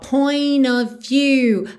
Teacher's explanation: Aqui a gente não ouve o T de point e a gente junta o N direto no O.